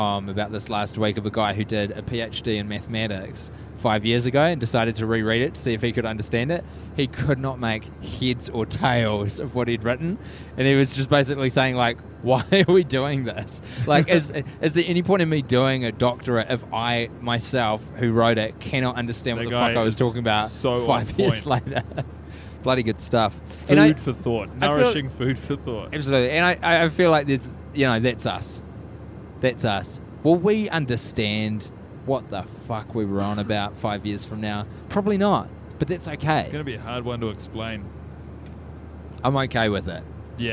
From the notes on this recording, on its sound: The pilot is mic'ed up